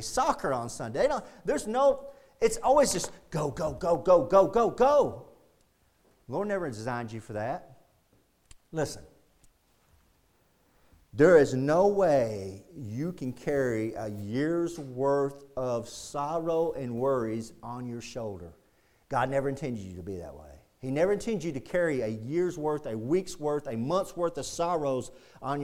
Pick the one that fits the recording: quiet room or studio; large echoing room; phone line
large echoing room